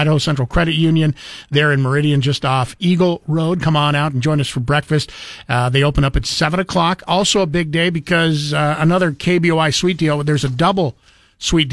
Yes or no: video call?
no